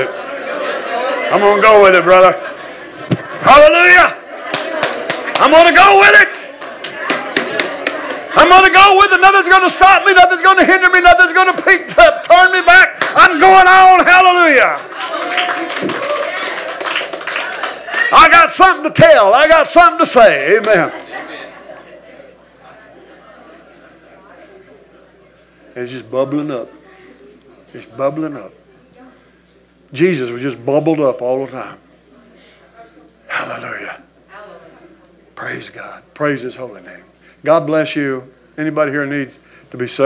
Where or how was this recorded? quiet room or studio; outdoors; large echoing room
large echoing room